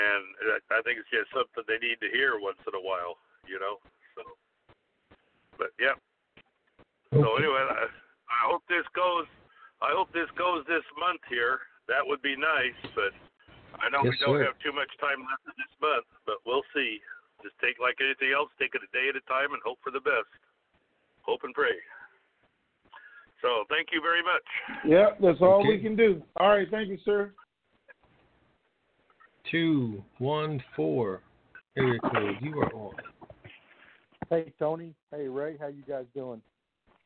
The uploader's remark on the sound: TNTSuperfantastic Conference Call